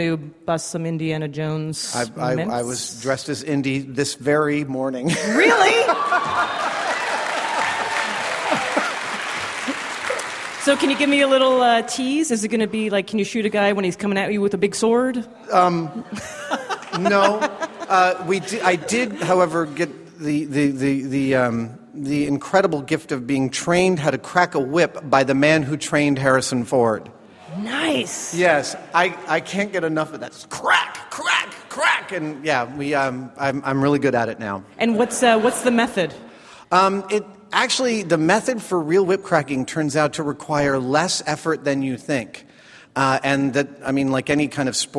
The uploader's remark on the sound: Our show in San Francisco at the SF Sketchfest comedy festival was one such show.